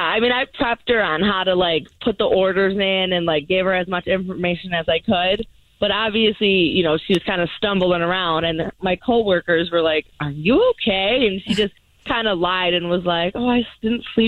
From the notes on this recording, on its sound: The guy on the phone